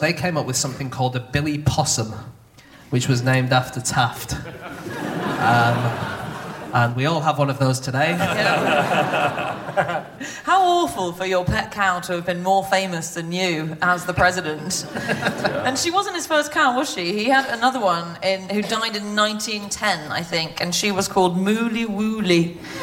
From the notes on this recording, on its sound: Live from Amsterdam